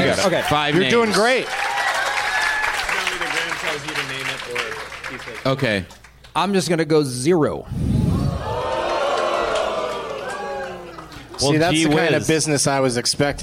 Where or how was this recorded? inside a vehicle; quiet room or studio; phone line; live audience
live audience